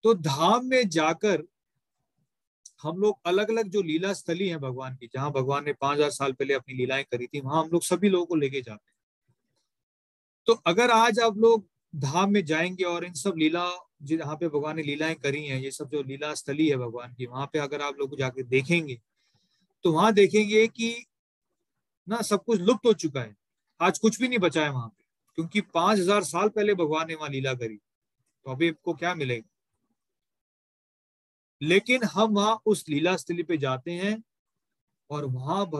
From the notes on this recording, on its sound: Zoom recorded class